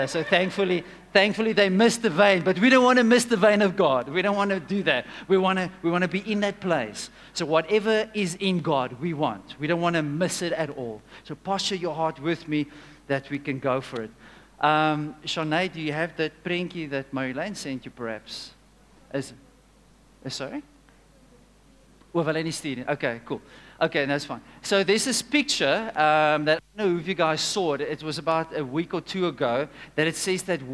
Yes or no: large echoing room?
yes